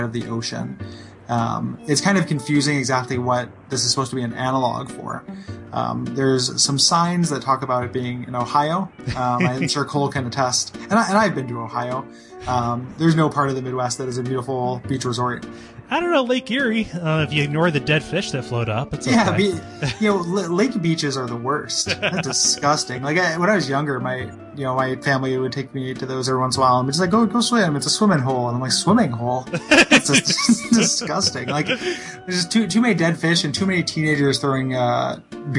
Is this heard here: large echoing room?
no